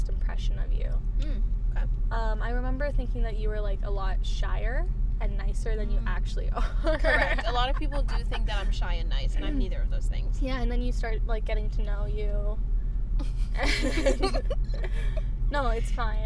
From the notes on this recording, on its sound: Car Conversation. Sorry if the audio is weird... We were in a running car.